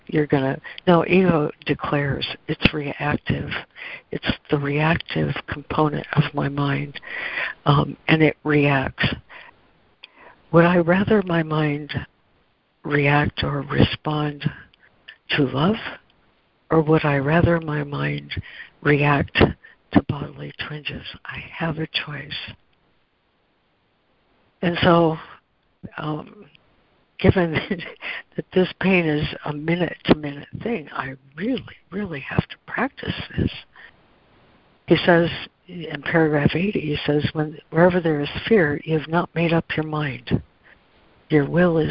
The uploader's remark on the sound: ACIM Daily Conference Call